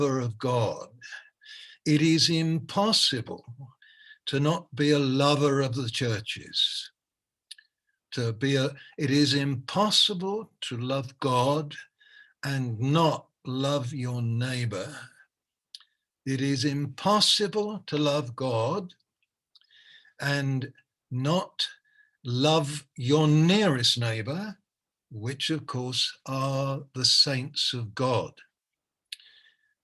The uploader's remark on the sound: Malaysia Meets (Zoom)